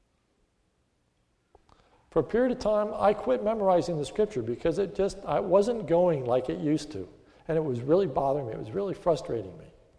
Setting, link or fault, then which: setting, large echoing room